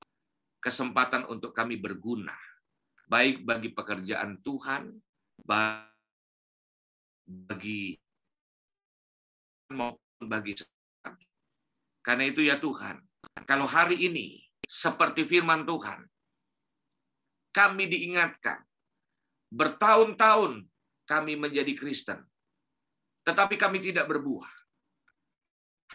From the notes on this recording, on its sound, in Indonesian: Rekaman khotbah Ibadah GerBang Pagi